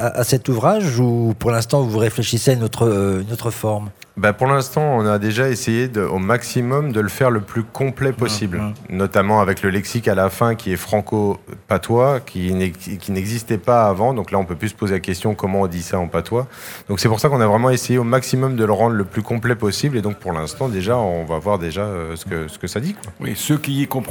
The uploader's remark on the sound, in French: Sur les radios de la FRAMA en direct du salon du livre. En direct du salon du livre dimanche 2 octobre 2022.